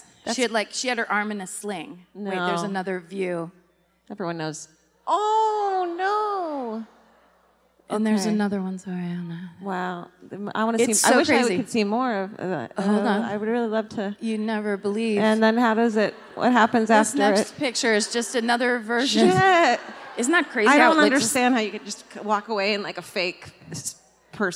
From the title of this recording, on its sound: Live at the Blaisdell Concert Hall in Honolulu